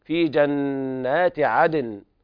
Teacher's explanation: هنا ننبه على إظهار النون عند الوقف أيضا، في جنات عدن، عدن مع القلقلة وسكون النون وبيان أصل الغنة فيها